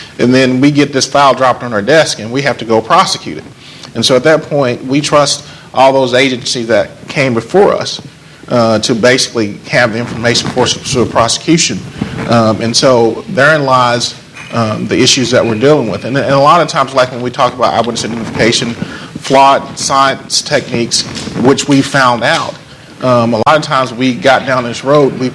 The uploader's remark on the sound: A panel of four. Panel at The Texas Tribune Festival.